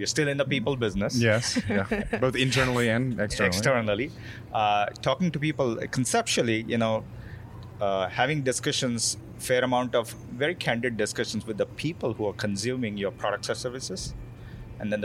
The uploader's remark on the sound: Recorded live, from the beautiful courtyard at Foreign Cinema, in San Francisco's Mission district.